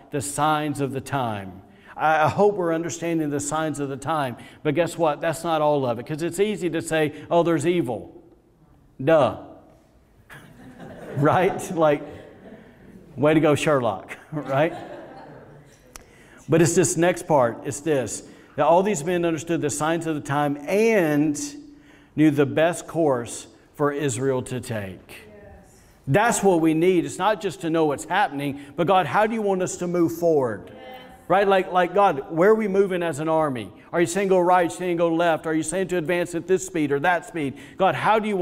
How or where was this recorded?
large echoing room